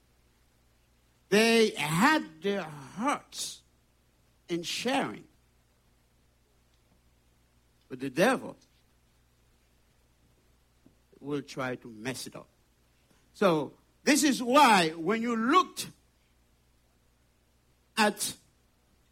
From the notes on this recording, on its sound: Sunday Service Live.